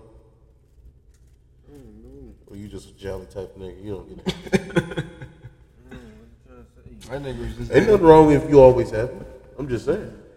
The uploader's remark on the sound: Underground tunnel. I apologize for the audio.